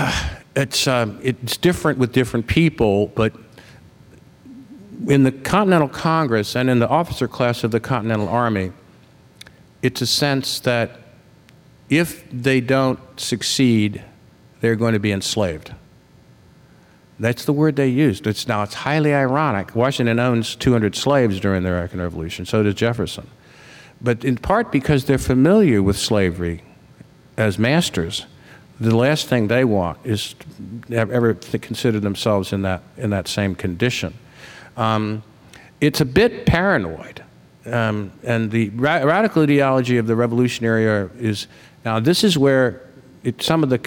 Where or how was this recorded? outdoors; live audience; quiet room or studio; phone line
live audience